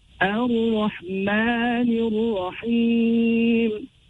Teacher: in both lambs, lam al-ta'rif, the sound of the lamb falls away